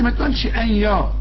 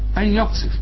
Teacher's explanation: النون اللي بعدها الياء، الياء من حروف الادغام، النون بتخش في الياء · Shown in: second take